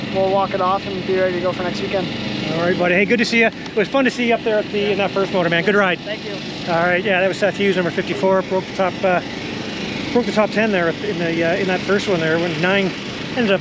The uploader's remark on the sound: Walk And Talk | 2023 Canadian Motocross Nationals at Sand Del Lee